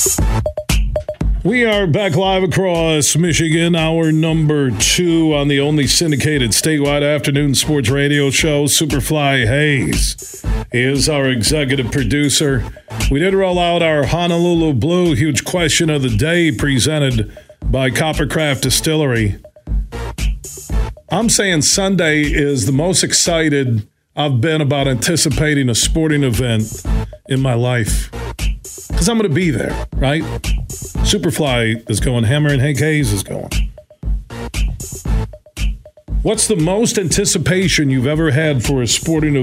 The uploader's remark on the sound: we took your calls throughout the show